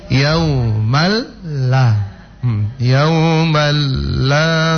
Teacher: Yauman la idgham dia memang melebur langsung ke huruf lam, tapi tampak dengung. Tampak dengung.